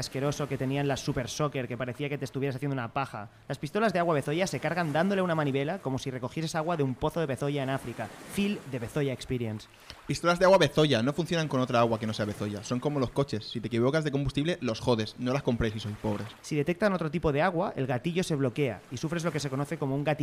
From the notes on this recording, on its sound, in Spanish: ¡En directo desde la playa!